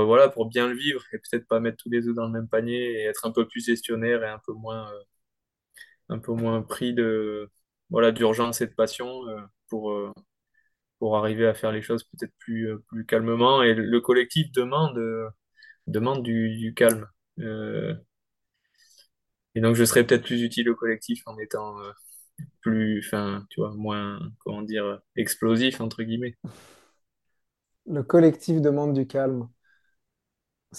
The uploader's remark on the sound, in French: Nous avons enregistré en novembre 2023 à distance.